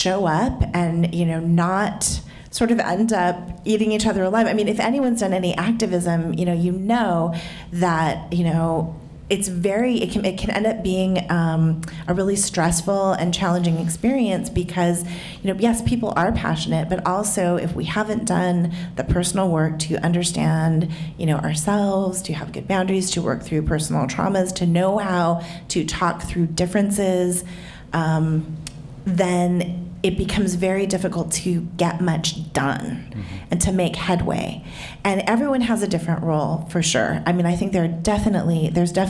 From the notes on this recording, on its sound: This conversation was recorded in front of a live audience at Literary Arts.